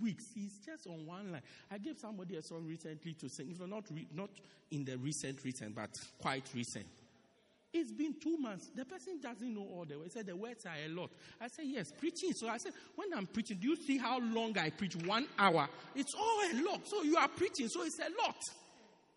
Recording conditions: large echoing room